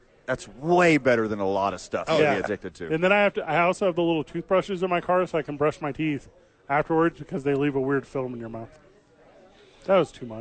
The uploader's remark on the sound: live from Howies Sports Page